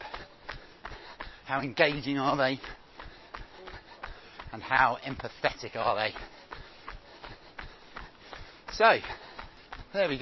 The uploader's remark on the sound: recorded on Hampstead Heath